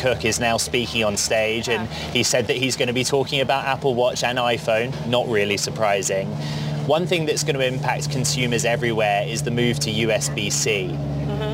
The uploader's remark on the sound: a special edition of Bloomberg Technology live from Apple's Wonderlust event